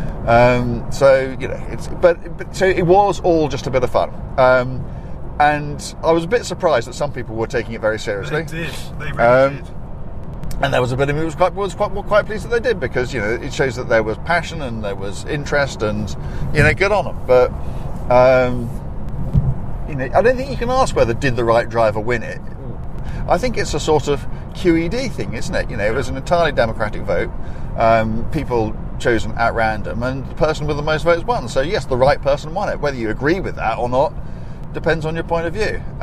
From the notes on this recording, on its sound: Direct from the M4 motorway in the cabin of a V8 Lexus. Recorded this week's podcast on the way to photograph two very special cars. From the very swanky cabin of a Lexus LC500.